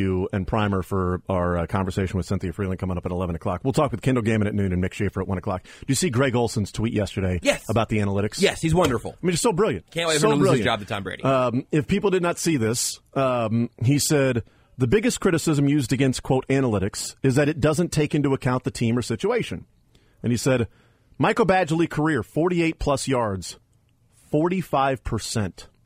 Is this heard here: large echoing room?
no